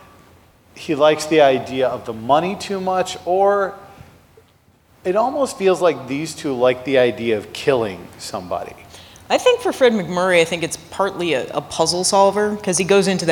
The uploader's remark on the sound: our recording at Pepito’s